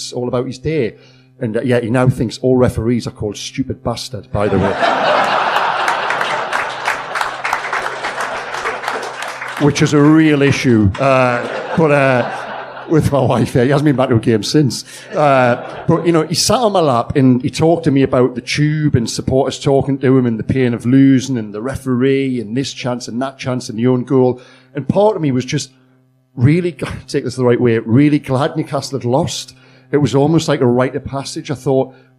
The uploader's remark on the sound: Hosted a live podcast at a 280 sell out Stand Comedy Club in Newcastle.